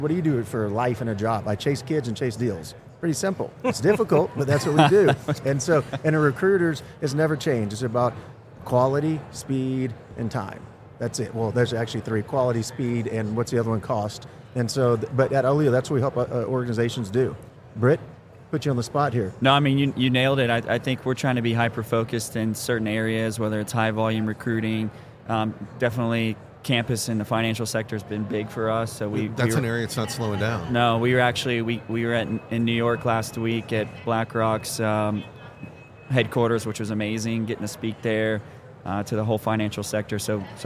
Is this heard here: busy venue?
yes